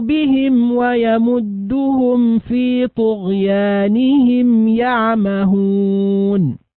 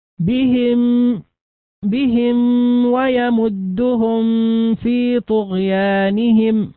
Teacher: نلاحظ هنا بهم ويمدهم الاهتمام بإظهار الميم عند الواو · Shown in: first take · وكذلك في قوله ويمدهم في، نلاحظ إظهار الميم قبل الفاء.